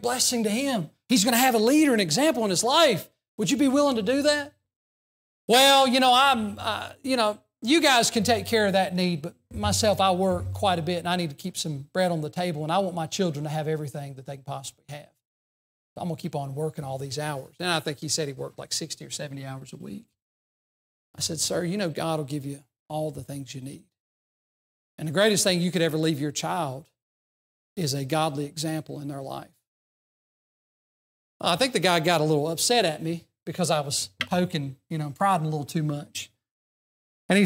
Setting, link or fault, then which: setting, large echoing room